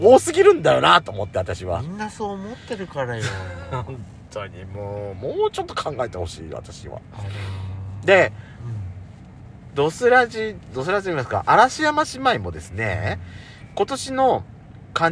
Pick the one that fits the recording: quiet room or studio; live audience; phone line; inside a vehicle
inside a vehicle